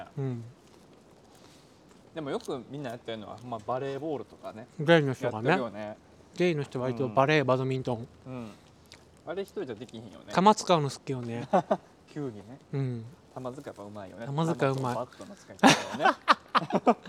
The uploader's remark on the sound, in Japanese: 2人でぶらぶらと歩きながらお喋りしました。放送事故回となりそうでしたが、何とかお蔵入りを回避できました。